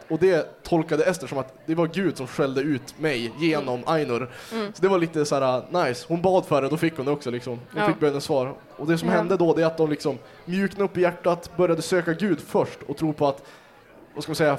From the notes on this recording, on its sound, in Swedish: Kristen i skolan-podden kör live från vårt turnerande event Äkta - denna gång från Kalmar. Till sin livepoddsoffa.